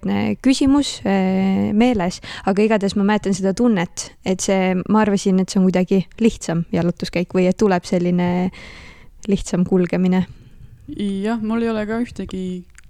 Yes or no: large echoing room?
no